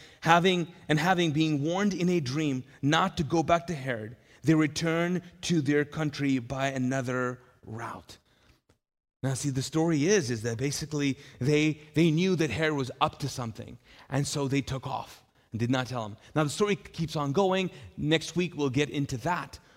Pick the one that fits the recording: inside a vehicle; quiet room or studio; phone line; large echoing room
large echoing room